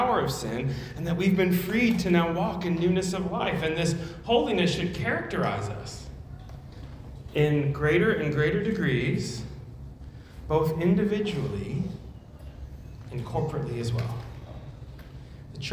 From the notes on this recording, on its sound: at Immanuel Church of Orange County on November 6, 2022.